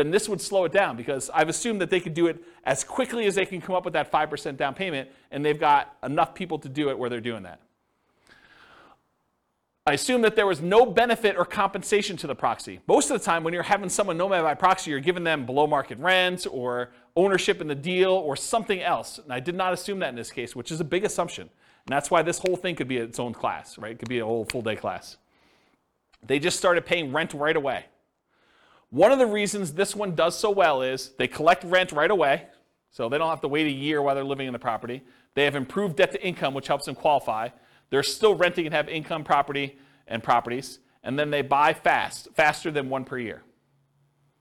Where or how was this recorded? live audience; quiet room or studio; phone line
live audience